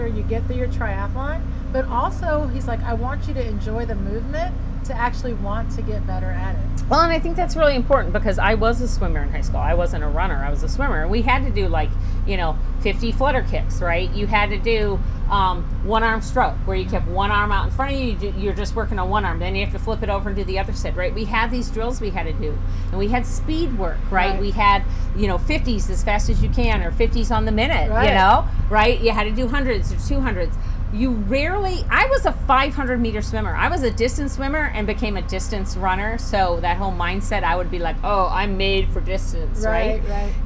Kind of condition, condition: fault, sounds in the background